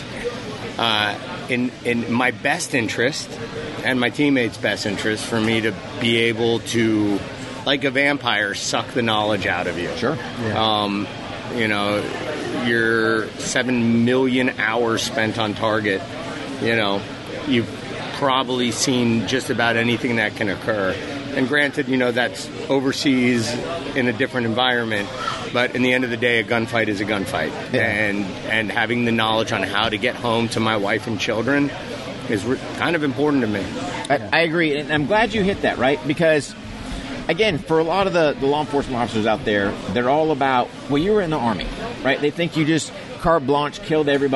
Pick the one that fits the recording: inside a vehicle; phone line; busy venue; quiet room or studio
busy venue